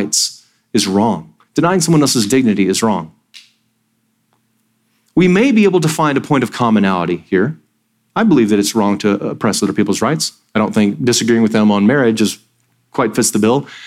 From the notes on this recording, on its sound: Sermon audio from Sunday, September 10, 2023